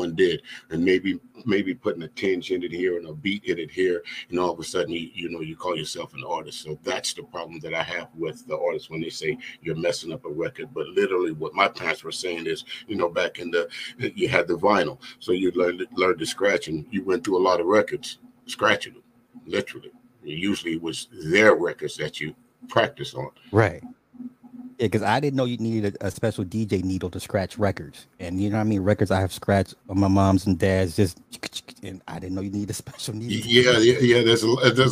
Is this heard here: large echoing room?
no